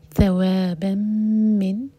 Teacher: تنوین کے بعد میم تو ادغام غنہ کے ساتھ